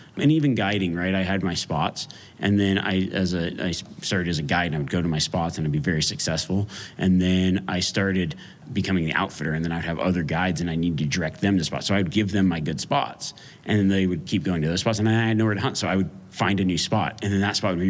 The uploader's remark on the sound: A live Q&A during the Western Hunt Expo.